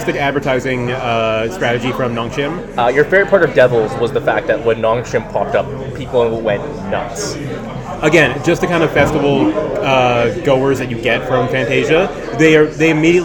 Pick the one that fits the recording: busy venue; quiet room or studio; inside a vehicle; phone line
busy venue